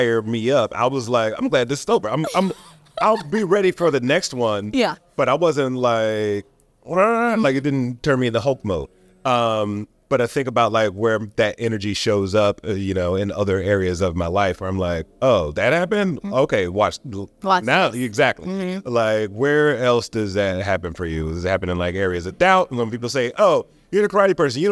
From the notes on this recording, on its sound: Recorded at VeeCon